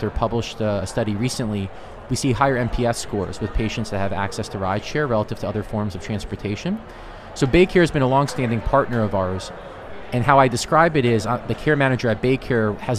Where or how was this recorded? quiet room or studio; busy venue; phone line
busy venue